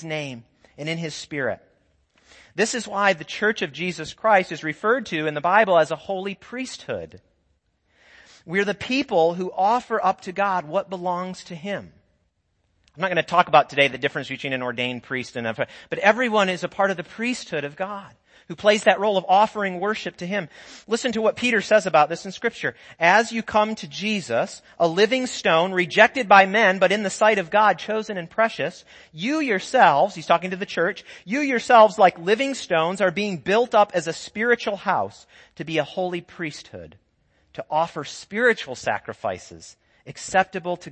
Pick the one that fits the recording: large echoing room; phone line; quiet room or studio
large echoing room